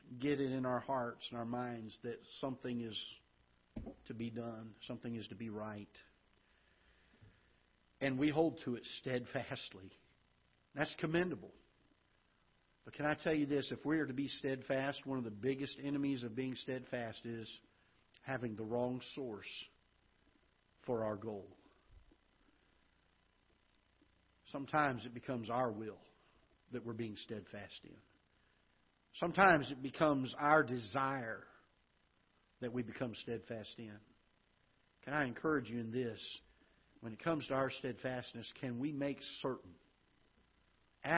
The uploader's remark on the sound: Ketha Heights Baptist Church ~ Live Broadcast